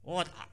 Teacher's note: Kalau yang enggak nyebutin T-nya itu dari London biasanya.